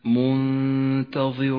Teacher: رققت الغنة لأن حرف التاء الذي بعد النون حرف مرقق، والغنة تتبع ما بعدها في الترقيق والتفخيم. · Term: غنة الإخفاء المرققة